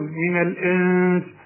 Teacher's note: الإنس برضو في نون بعد سين، السين من حروف الإخفاء لازم تغن من الإنس، وما تستعملش لسانك في النون دي، ما تقولش من الإن، لا من الإنس.